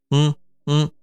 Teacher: 后鼻音怎么发音才能够自证腔圆，这个问题昨天也已经讲过了，后鼻音主要是发音是这样的，嗯，嗯，主要是口腔打开，舌根上台，和我们的软腭进行接触